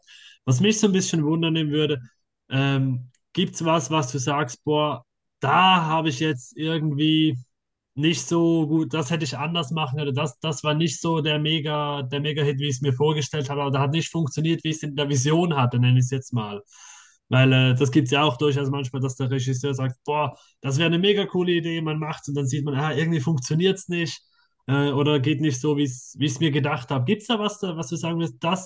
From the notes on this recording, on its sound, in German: uns auch die Audio ist, da es ein Zoom Interview war, nicht perfekt